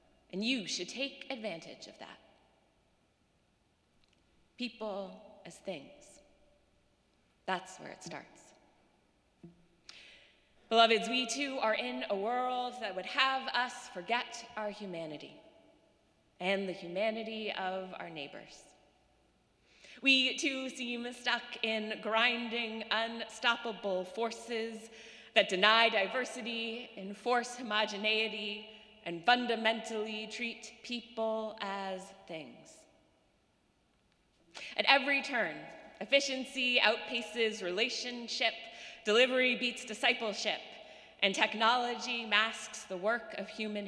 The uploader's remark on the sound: Sermons from Old South Church in Boston